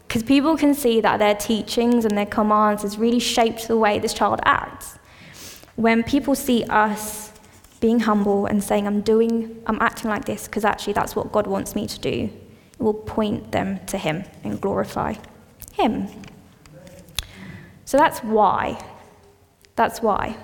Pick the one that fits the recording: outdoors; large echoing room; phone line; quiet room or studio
large echoing room